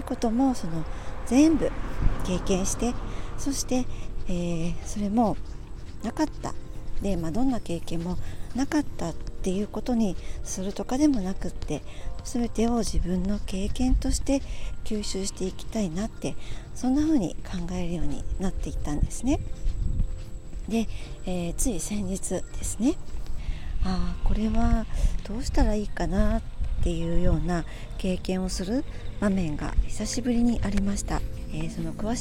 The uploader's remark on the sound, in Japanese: 途中風の音など入りお聞き苦しい所があります、すみません。福岡。Stand.fm。